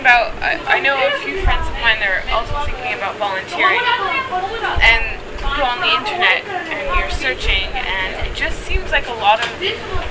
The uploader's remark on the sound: sat down at the Kebab hut in Vancouver